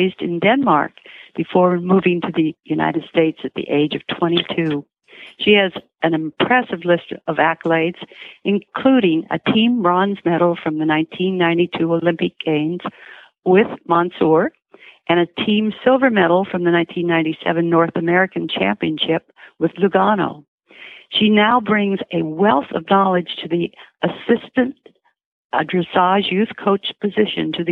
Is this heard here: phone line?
yes